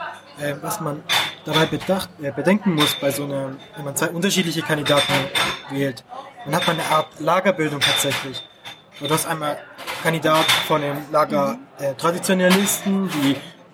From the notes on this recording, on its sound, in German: Live vom Dunkelroten Tisch aus dem Neckarstadion